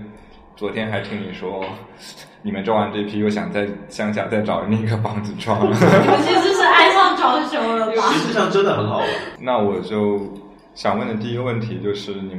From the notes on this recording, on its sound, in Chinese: 在场还有两位热心听众旁听。由于第一次在实体店里录音，经验欠缺导致音质不佳，场面有些混乱，还请见谅。